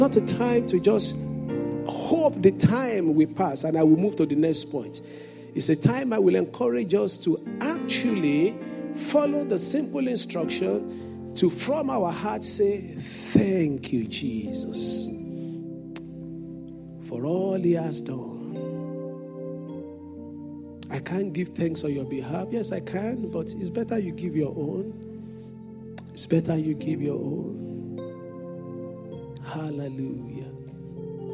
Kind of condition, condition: setting, large echoing room